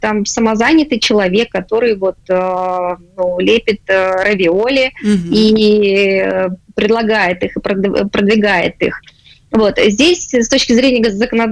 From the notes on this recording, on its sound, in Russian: В эфире программы «Открытая Кухня» созваниваемся